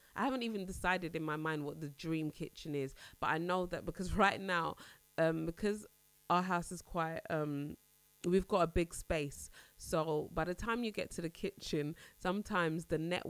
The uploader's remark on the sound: Excuse the buzzing in this episode, I really don't know what was happening.